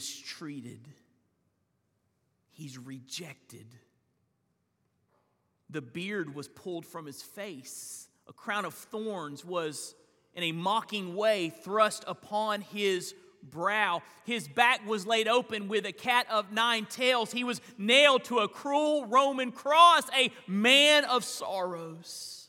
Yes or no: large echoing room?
yes